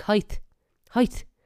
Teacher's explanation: a T at the end, which we turn into a TH, like height, Height.